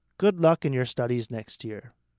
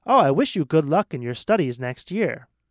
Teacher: So the good luck and next year are emphasized because you want good luck to sound very happy and strong · Shown in: second take